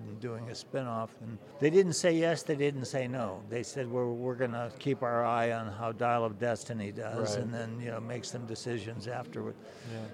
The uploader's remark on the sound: This quick conversation was recorded live at maybe my favorite convention in the world, the great Dallas Comic Show . There’s some background noise, etc.